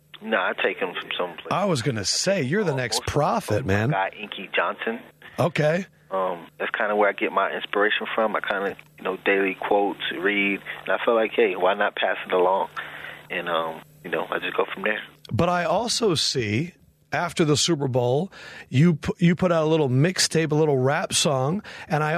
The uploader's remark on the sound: called into the … Show